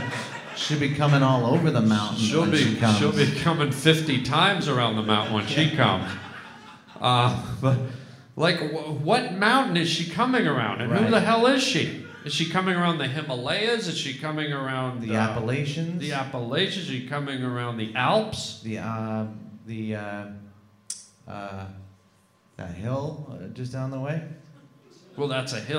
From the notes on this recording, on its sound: LIVE podcast at Sketchfest in San Fran.